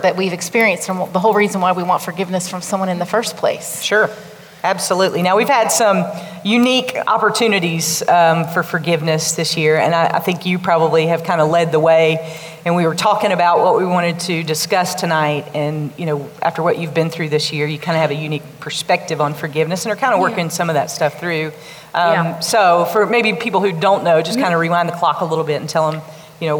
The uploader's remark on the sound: This episode was taped at the Girl Talk Live! Event in Hickory, NC.